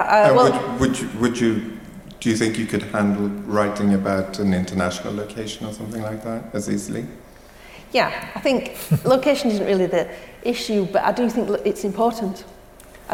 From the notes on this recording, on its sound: sessions from this year's Edinburgh International Television Festival